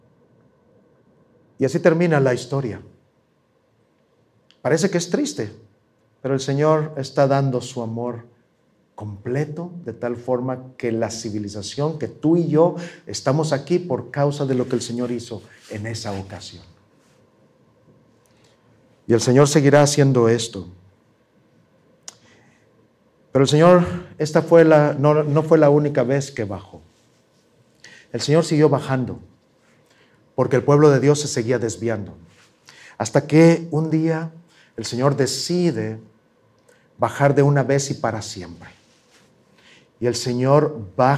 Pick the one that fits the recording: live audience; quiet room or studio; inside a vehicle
live audience